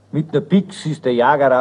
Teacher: Vor einem S wird das CH zu einem harten K und dieses K bildet zusammen mit dem S ein X.